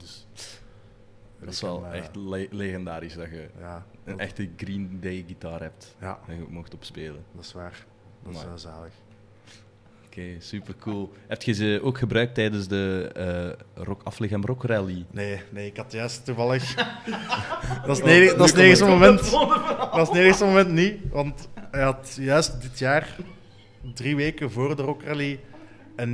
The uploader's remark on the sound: This episode was again recorded at Cultuurcafé Foyer in Zottegem.